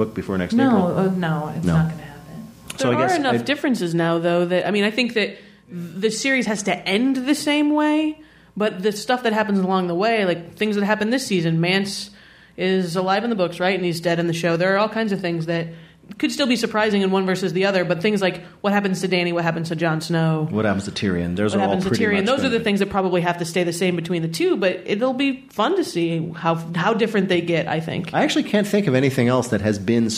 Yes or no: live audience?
yes